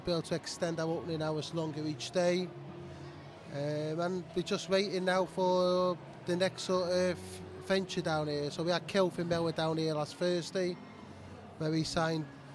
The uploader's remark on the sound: Live From Crewe Market Hall. We are on the road at the Market Hall.